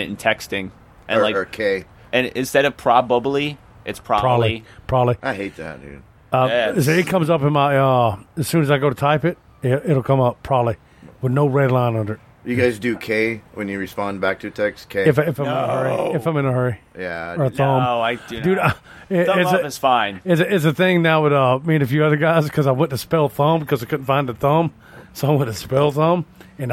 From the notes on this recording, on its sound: whilst being AT Tha Trailer Park outside in the yard!